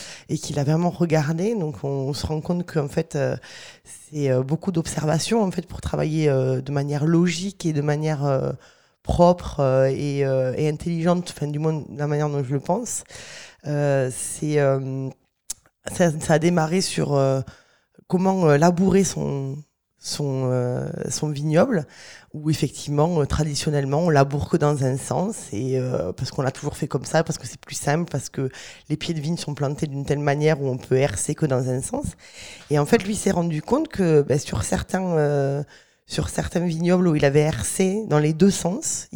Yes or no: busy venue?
no